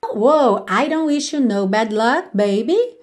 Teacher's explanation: esse T aqui do don't a gente realmente não ouve